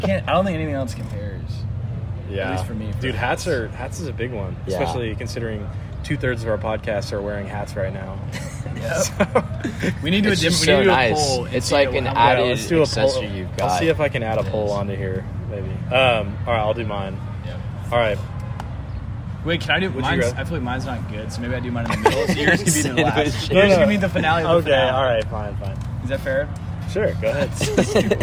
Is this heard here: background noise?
yes